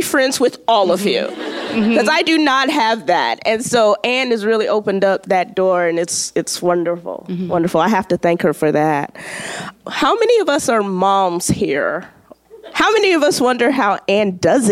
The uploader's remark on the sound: Event in Huntsville, Alabama in collaboration with Snail On the Wall and the Rocket City Moms Book Club. A reader from the event audience. We hope you enjoy hearing what WSIRN is like — live and off the cuff.